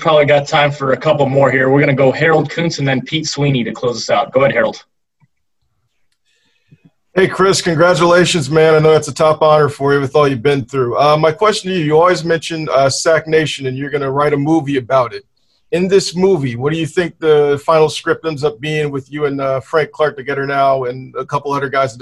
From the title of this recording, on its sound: Zoom conference call